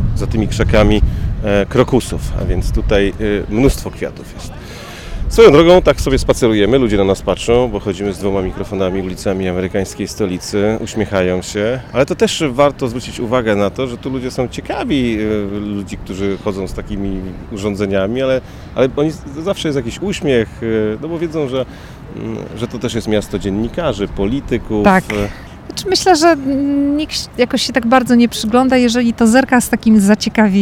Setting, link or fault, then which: setting, outdoors